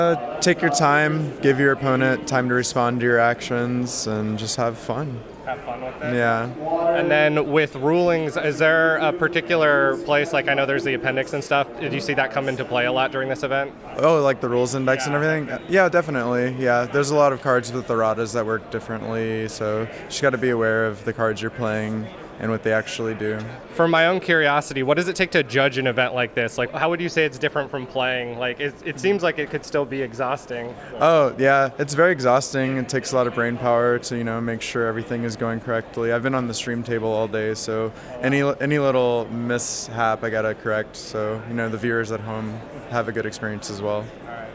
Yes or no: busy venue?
yes